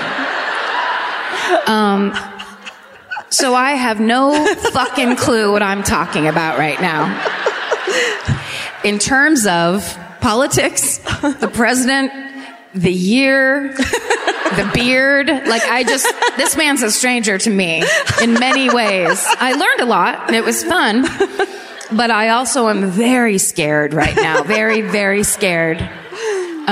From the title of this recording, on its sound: Live at the Lyric in Baltimore